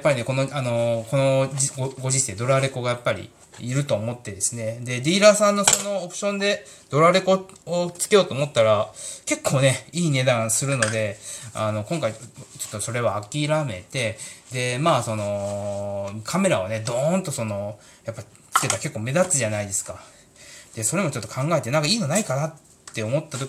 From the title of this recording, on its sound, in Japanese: 今日は洗い物しながら収録しました。